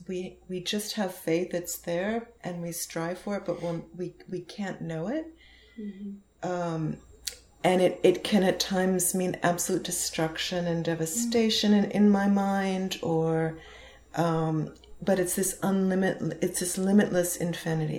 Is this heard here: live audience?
no